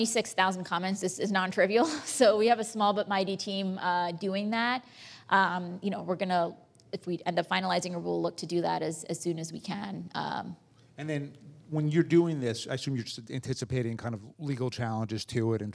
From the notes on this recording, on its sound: In front of a live audience at P&T Knitwear.